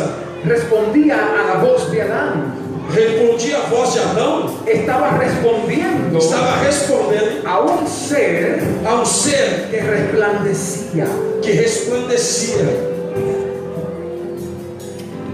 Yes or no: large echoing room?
yes